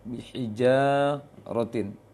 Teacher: Kemudian hijjarotin, ja-nya panjang, hijjarotin